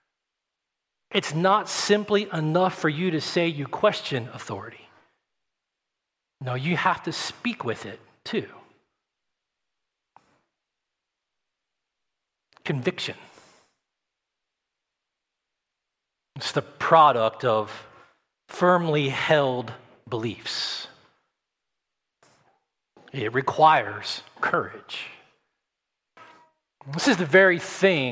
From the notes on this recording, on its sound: at Redemption Hill Church on Sunday, June 6th, 2021